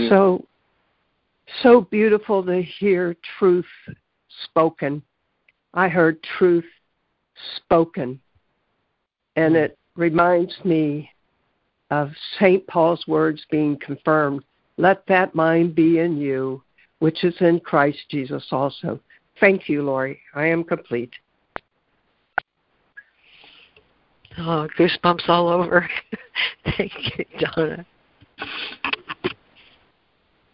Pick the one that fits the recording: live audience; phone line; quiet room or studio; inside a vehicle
phone line